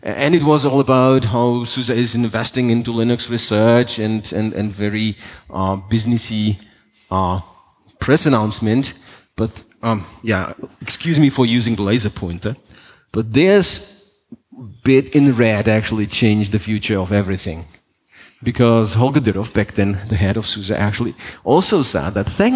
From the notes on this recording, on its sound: Keynote for openSUSE Conference 2018